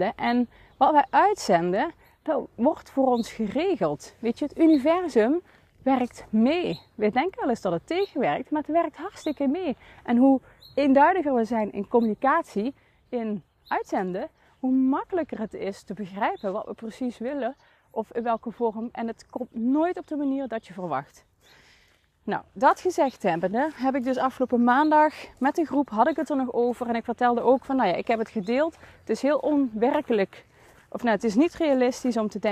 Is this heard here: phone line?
no